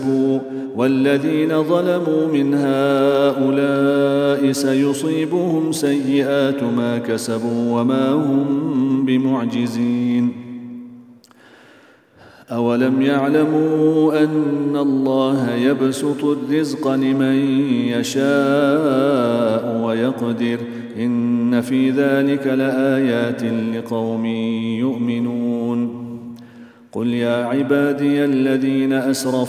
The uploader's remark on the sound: at the Houghton Masjid (West Street)